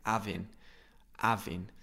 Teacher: in informal English, you can also drop the H.